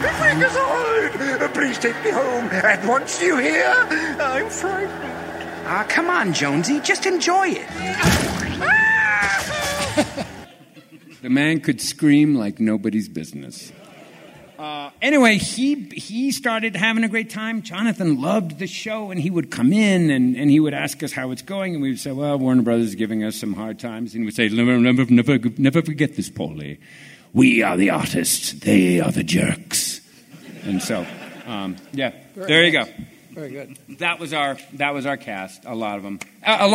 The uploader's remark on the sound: Today's episode features panel audio from the 50th Anniversary of Freakazoid at FanX in Salt Lake City!